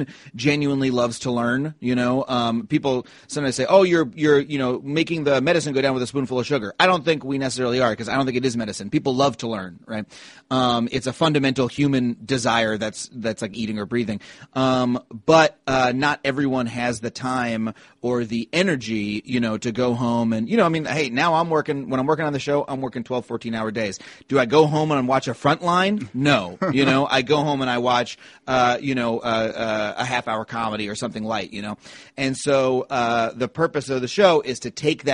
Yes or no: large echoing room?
no